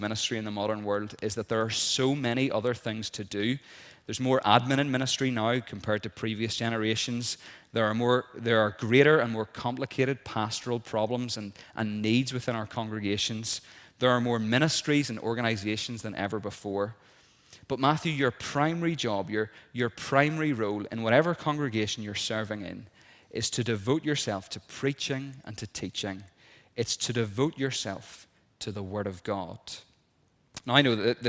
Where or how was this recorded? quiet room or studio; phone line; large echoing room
large echoing room